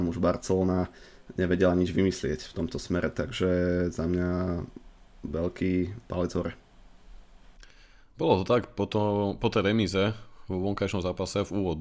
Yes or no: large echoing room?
no